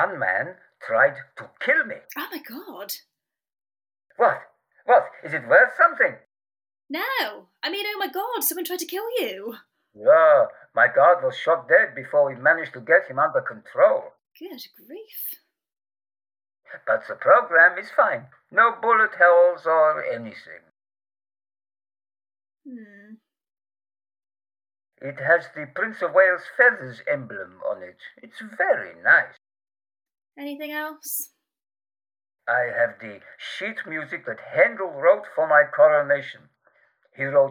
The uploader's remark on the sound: The Lost Tapes of History was recorded remotely during lockdown in late 2020. As such, the actors used what equipment they had available and were limited by their location. This has resulted in variable audio quality.